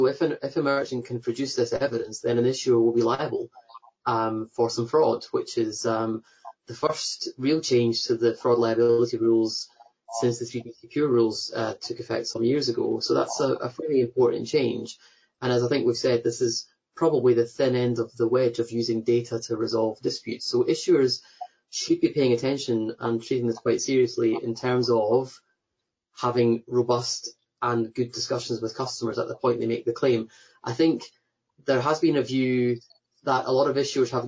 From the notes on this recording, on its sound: Webinar Replay – Audio from an earlier webinar with experts from Chargebacks911 .